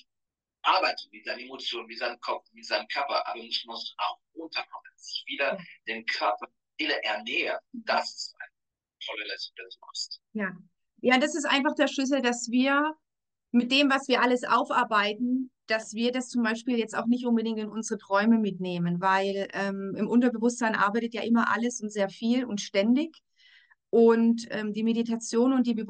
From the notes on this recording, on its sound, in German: Live auf Instagram sprachen wir über die Inhalte